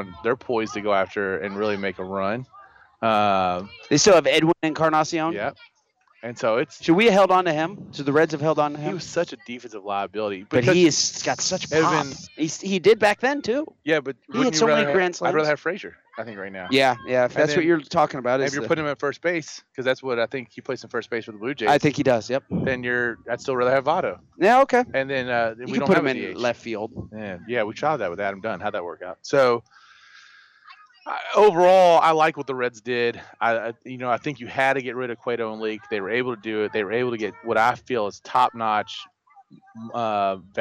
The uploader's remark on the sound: LIVE from Skyview Park, for the LYFL Pigskin Preview.